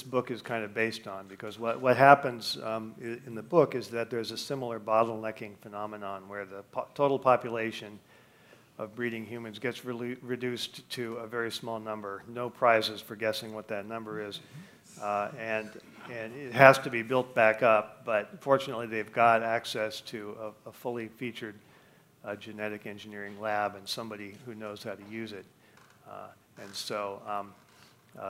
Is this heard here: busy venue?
yes